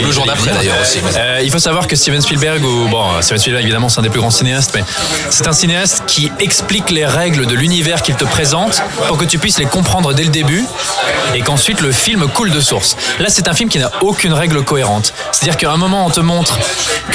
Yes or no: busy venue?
yes